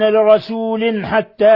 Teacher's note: ألا نؤمن لرسول حتى تنوين، فالتنوين كسر جاء بعده الحاء إظهار حلقي